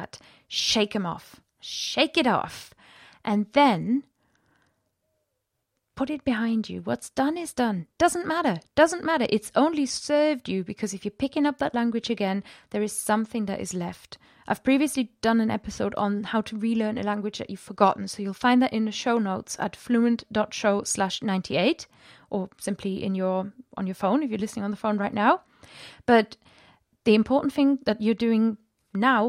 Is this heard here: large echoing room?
no